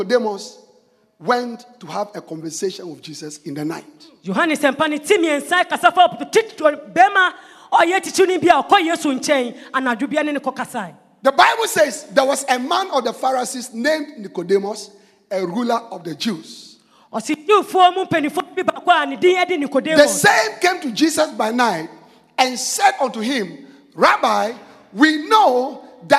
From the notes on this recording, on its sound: Preached at The Life Cathedral